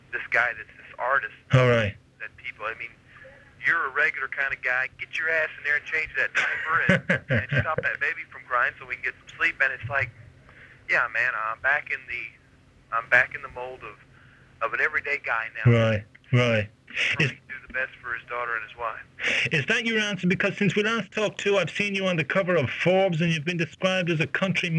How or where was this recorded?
phone line